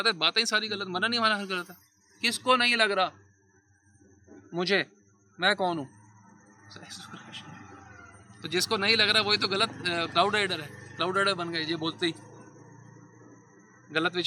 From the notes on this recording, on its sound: delivered at Yamuna Tat, Sri Vrndavan Dhaam